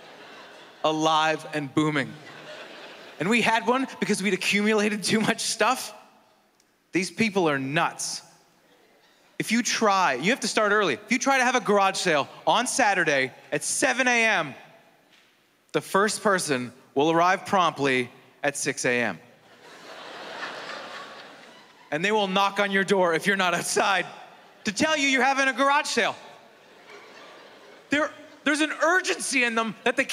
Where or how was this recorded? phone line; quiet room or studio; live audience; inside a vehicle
live audience